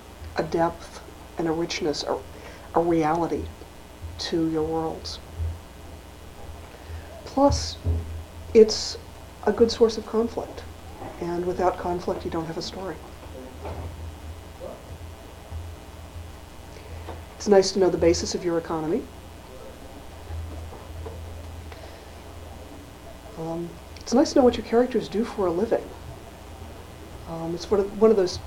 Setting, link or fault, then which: setting, large echoing room